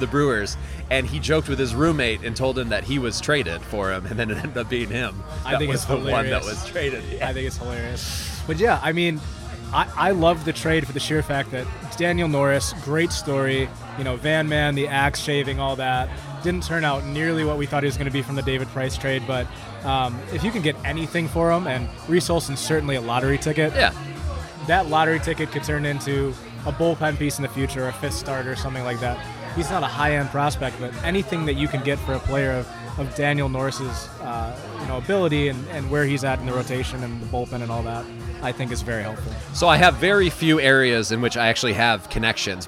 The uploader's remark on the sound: The Podcastellanos is live on location at Mootz Pizzeria + Bar on Library Street in Detroit.